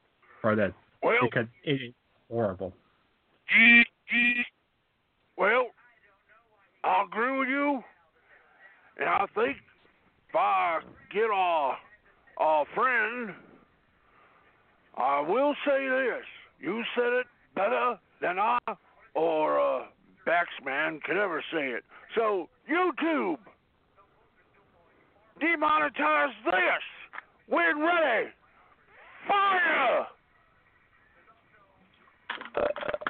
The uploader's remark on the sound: along with live calls and guests